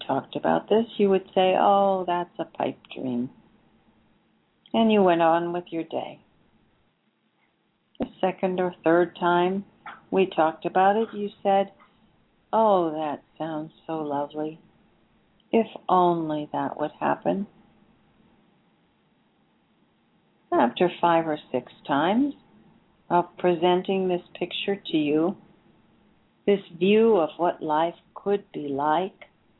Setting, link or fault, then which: link, phone line